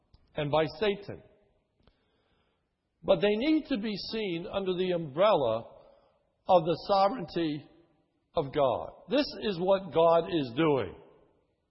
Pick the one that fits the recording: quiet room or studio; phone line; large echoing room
large echoing room